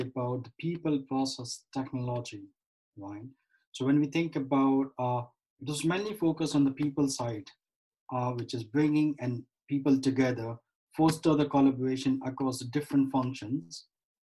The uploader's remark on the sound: over Zoom